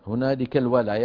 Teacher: الولاية بفتح الواو على رواية حفص